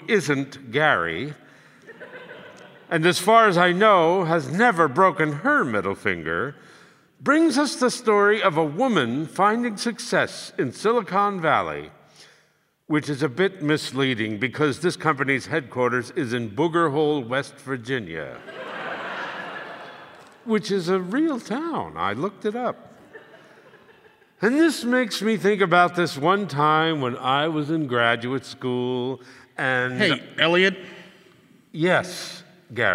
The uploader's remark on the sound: live from Sursa Performance Hall